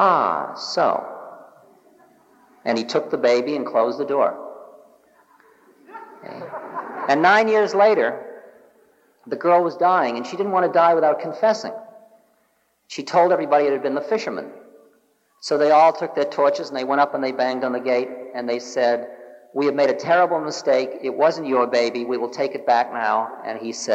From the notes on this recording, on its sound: In this recording from 1976. Answers questions from a lively Los Angeles audience.